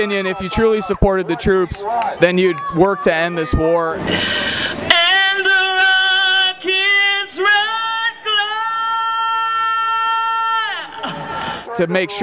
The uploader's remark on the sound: talking outside of Grant Park before the rally on the same night